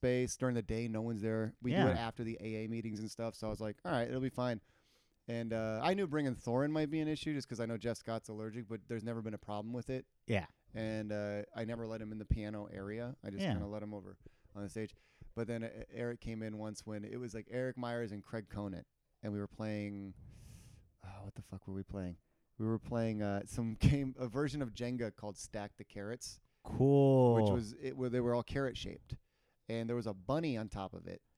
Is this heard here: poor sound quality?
no